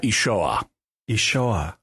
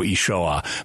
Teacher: With a vocal constriction and activation of the vocal cords at the end.